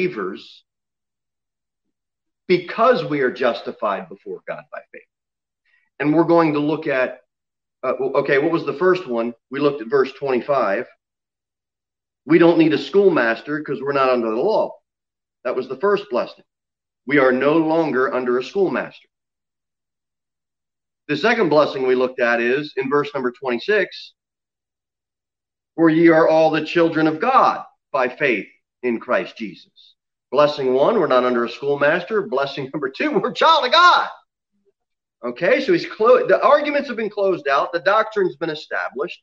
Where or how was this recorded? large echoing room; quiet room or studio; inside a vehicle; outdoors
large echoing room